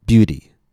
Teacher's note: notice how that stress is staying on the same first syllable. That's because ful is one of those suffixes which has no effect on the syllable stress.